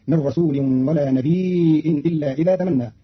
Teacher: بتخفيف الياء ساكنة مع همز بعدها فتصير مدا متصلة يمد قدر أربع حركات